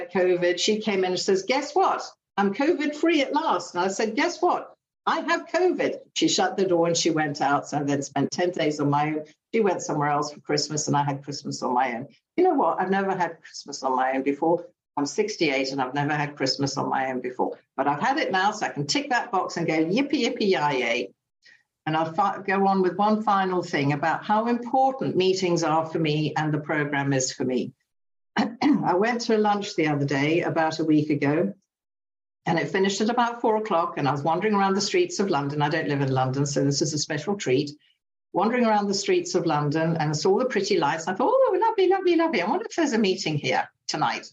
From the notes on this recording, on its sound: From Battle in the United Kingdom. Meeting held on zoom by the Magical Mystery Tour group.